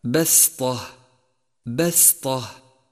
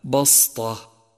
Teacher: سادسا، انتبه إلى تتالي الترقيق والتفخيم في كلمة بسطة بسطة، فالباء والسين مرققان والطاء مفخمة · Shown in: first take · فالفظها هكذا بسطة بسطة، وإياك أن تفخم السين فتنقلب إلى صاد فتصير خطأ هكذا بسطة، وهذا خطأ شائع.